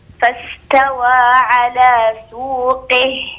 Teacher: تكسرين كسرا كاملا قبل الهاء